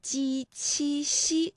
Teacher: 跟随着…馆长来到了东岸的泽村寻找答案。这里啊，就是那个金县桃潭的文昌阁，它建于呢乾隆年间，高呢是25米，直径呢是10米，是3层8面。清乾隆年间，翟村村民在重修文昌阁之际，邀请到当地一位叫赵清黎的进士题写诗词。当赵清黎来到桃花潭后，发现村民们对李白当年游访桃花潭的故事依旧津津乐道，并且流传着汪伦书信邀李白的到访缘由，他便将这段桃花潭的趣闻轶事告诉了自己的好友清代著名诗人袁枚。那由此随园诗画当中便有了汪伦和李白的身影。好，讲到这里呢，我们也想稍微的休息一下哈，和大家分享一下今天的语音知识点。我们今天呢学习的是鸡、七、西这三个声母的发音呢，专业的说法呀就是舌面的前部和硬腭的前部接触或者是接近构成了阻碍啊。那比如说呢，我们可以这么来理解，就是我们的气流呢从后面往前发的时候啊，这个硬腭前部和舌面前部构成了一个阻塞，然后呢这个慢慢的这个阻塞又离开了，气流呢就从窄缝当中挤出来，那摩擦成声，声带呢是不颤动的